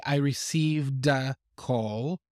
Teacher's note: with the linking, you would probably hear that d sound in the past tense. So you would say, I received a call.